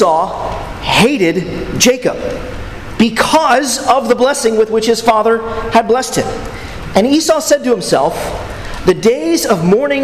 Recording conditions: large echoing room